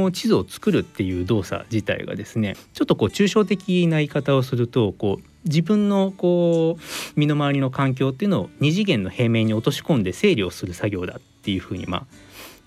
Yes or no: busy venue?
no